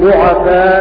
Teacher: قرأ بتحريك العين والمد: الآن خفف الله عنكم وعلم أن فيكم ضعفاء، فتصير مدا متصلا ومفردها ضعيف، ضعفاء مفردها ضعيف.